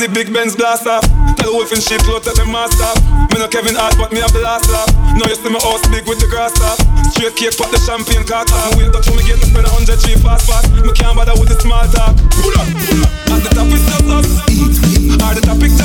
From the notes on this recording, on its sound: Raw Live DJ Set. During New Roots Vol.2 - Dancehall Reggae - BYOB in Kino - Cork City Ireland.